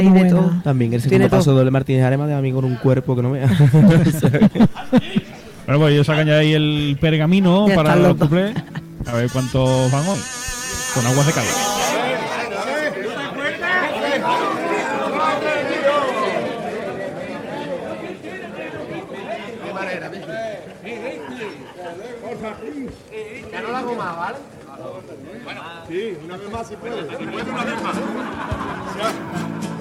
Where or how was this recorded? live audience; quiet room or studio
live audience